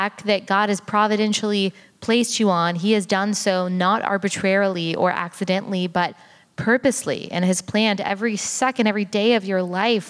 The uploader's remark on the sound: LIVE at the 2024 Founders Conference. A LIVE show that was filmed at the 2024 National Founders Conference.